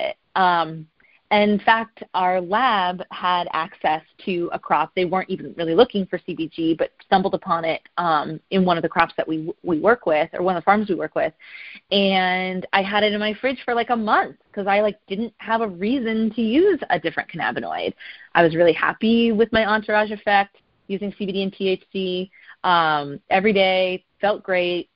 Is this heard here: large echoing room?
no